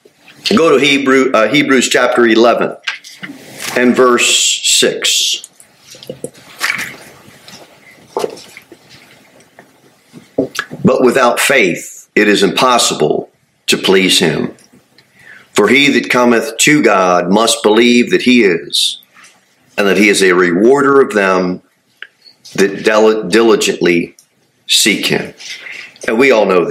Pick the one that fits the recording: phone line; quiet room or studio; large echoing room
large echoing room